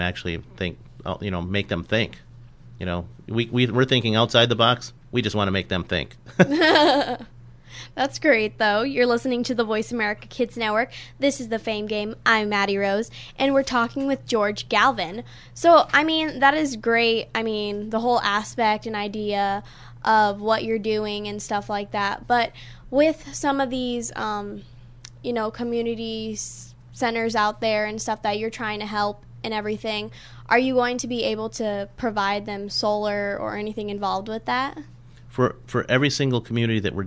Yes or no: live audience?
no